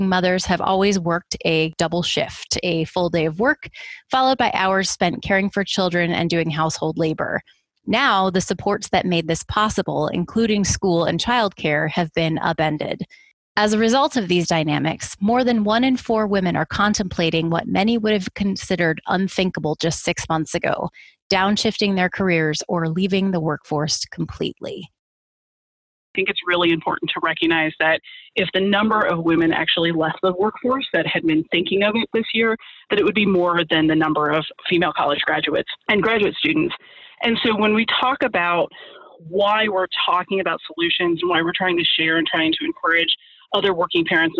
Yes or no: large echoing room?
no